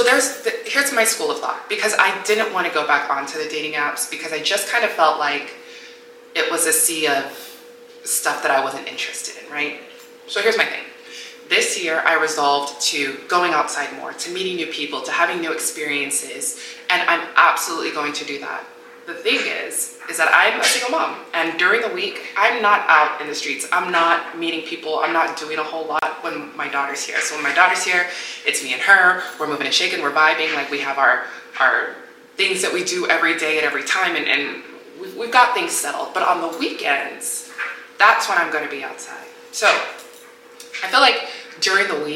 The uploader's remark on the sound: My external drive died so my audio wasn't moved to my laptop. Because of this, my noise cancelling was not working at all! Also, my dryer was going OFF during this episode so you may hear some tumbling.